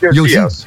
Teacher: de klemtoon ligt op de i